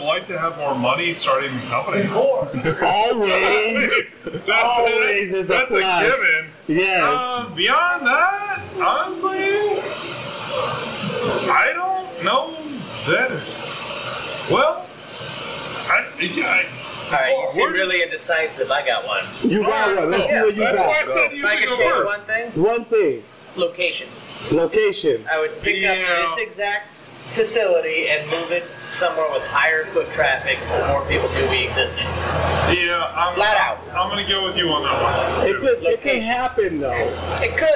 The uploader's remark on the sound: For the first time, we recorded a show at a brewery, Voodoo Child Brewing Company.